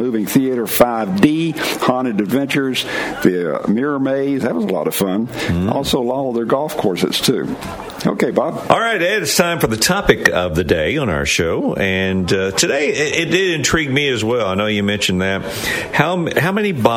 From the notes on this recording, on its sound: LIVE from the Clevelander on South Beach for the Super Bowl in Miami!